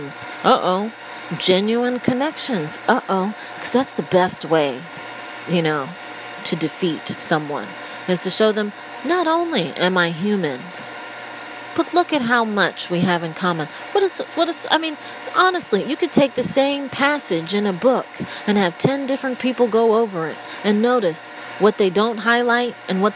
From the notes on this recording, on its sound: Apologies in advance: I seemed to think it was a good idea to record while under the hair dryer?!